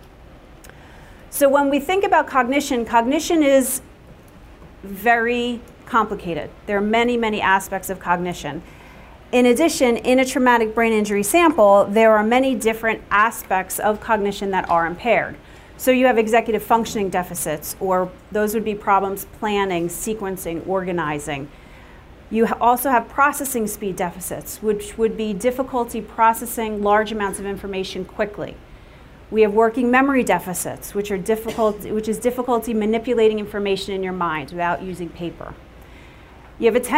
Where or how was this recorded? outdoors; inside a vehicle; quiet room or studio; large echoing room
large echoing room